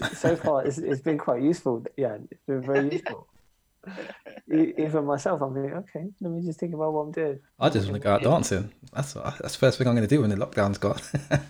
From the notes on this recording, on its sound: We are practicing social distancing and recording this podcast remotely - please accept our apologies for the occasional dips in sound quality.